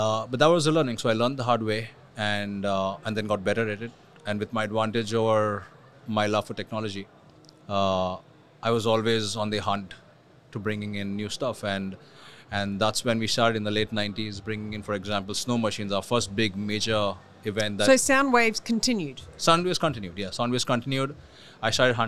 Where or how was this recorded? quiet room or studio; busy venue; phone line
busy venue